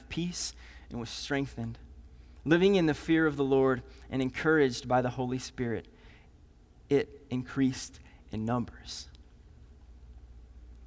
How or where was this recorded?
large echoing room